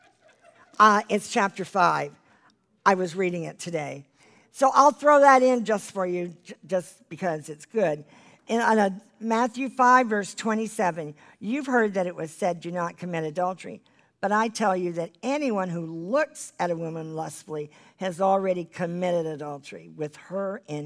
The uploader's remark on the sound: This is the full replay of the LIVE Rejoice Pompano Bible Study from March 2017.